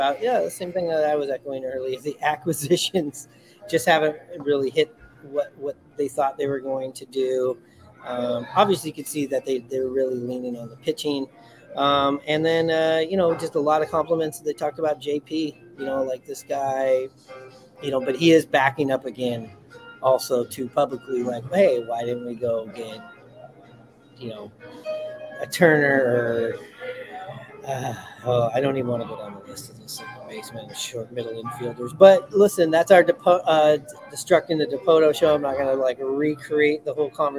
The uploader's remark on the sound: Live from Buckley's!